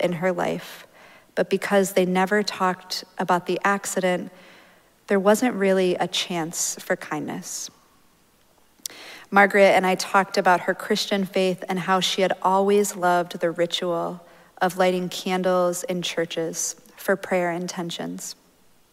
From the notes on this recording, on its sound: Recorded live at Arlington Street Church, Sunday, March 19, 2023.